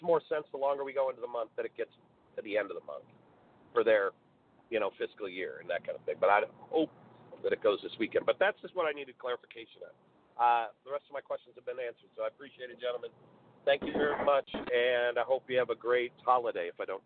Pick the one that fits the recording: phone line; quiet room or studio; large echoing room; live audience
phone line